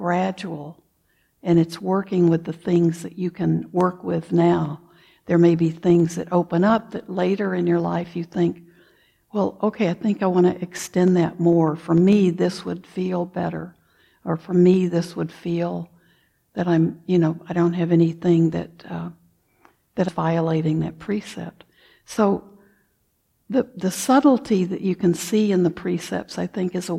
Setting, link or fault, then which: setting, large echoing room